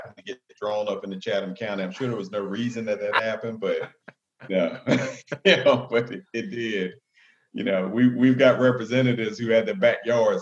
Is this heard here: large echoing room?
no